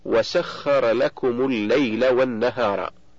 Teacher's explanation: فميم الجمع حرف مبني على السكون، التقت بلام التعريف الساكنة بعد حذف همزة الوصل، فحركت الميم بالضم للتخلص من التقاء الساكنين لأنه أصل حركتها